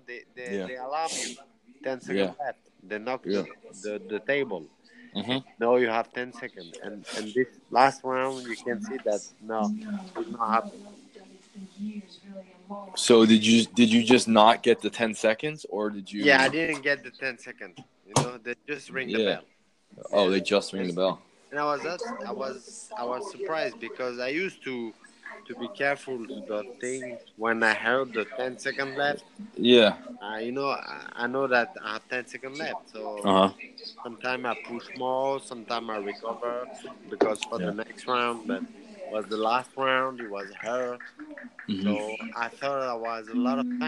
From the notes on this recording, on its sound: Sorry background noise.